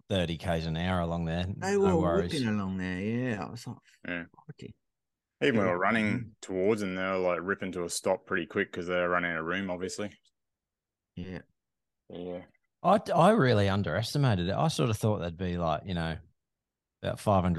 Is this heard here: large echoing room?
no